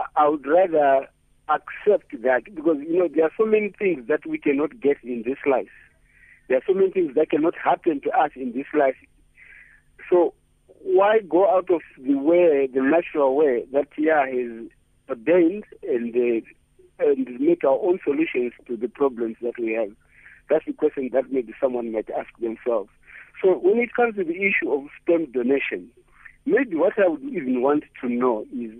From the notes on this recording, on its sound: Guest on the phone